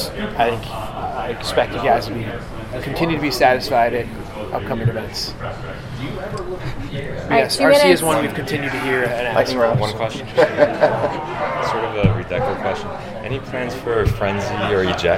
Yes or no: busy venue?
yes